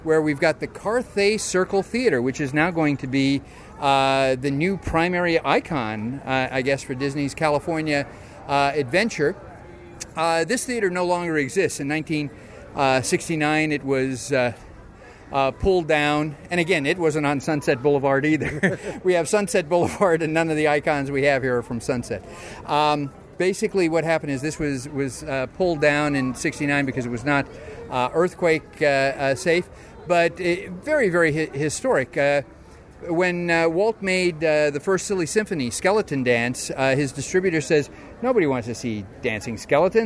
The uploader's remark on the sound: recorded live at Disney's Hollywood Studios.